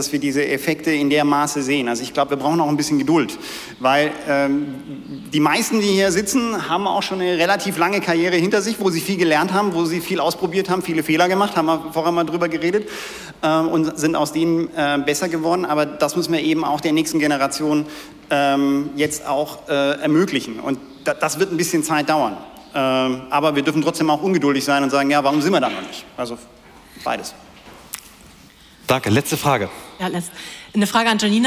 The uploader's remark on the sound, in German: heute live von der Work Awesome